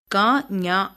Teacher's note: கா, ஞா ஆகியவற்றை கடை, நா, கடை அன்னத்தை தொட உச்சரிக்கின்றோம். அதனால் இவற்றை கடை அன்ன ஒலிகள் என்பர்.